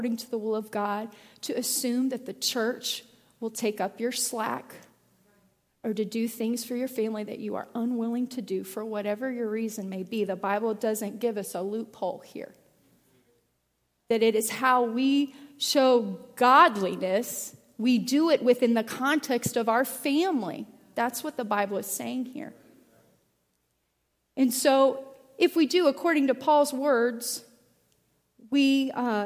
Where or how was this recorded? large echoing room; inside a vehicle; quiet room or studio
large echoing room